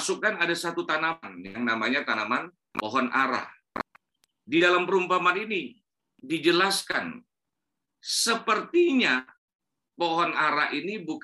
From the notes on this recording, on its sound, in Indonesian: Rekaman khotbah Ibadah GerBang Pagi.